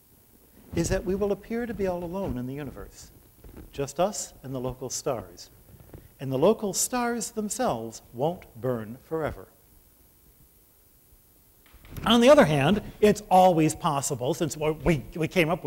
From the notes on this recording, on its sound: at the second Shulman Lecture of 2008 at the Whitney Humanities Center